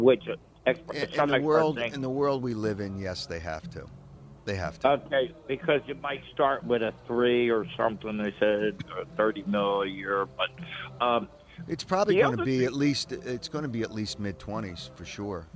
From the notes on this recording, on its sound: Live from Clearwater and Phillies Spring Training